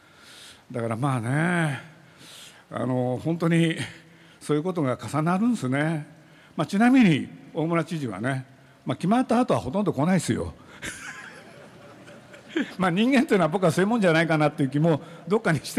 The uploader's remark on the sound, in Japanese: ジブリパークオープニングセレモニーと囲み取材の模様